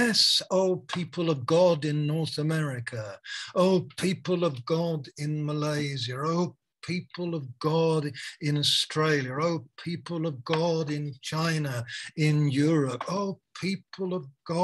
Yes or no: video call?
yes